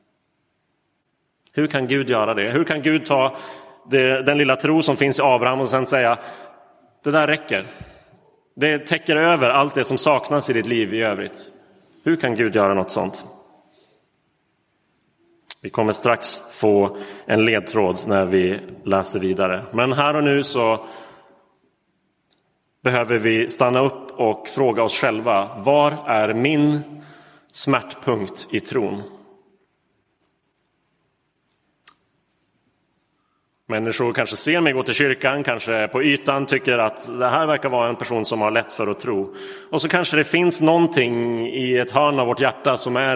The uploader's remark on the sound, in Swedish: Inspelad i Roseniuskyrkan den 23 oktober 2022.